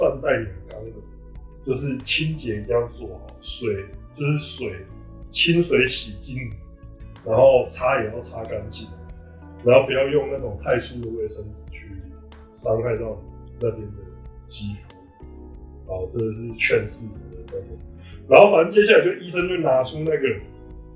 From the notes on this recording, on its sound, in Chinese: 早期節目錄音品質不佳，敬請見諒。